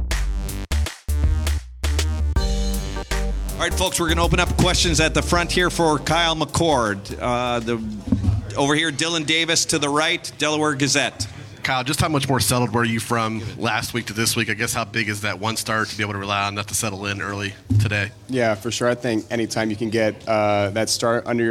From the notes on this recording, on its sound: The Land-Grant Podcast Network will be bringing you uncut audio primarily from Ohio State press conferences, but also from individual interview sessions.